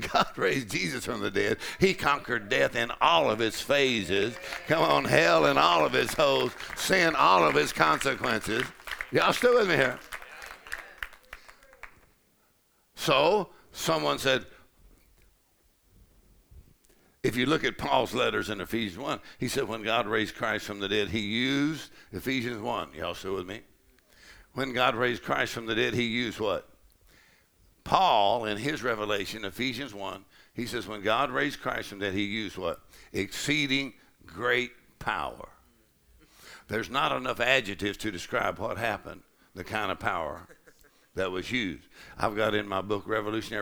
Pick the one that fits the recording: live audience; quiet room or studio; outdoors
live audience